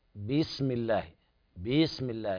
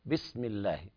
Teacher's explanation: انتبه في الباء لا تشبع الكسرة فتولد منها ياء · Shown in: second take